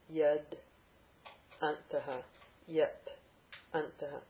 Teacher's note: because the next word is antaha, the ta of yet changes to da